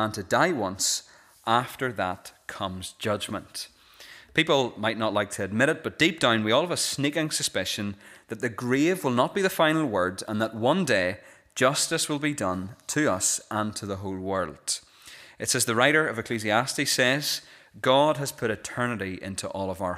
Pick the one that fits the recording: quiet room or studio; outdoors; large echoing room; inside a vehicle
large echoing room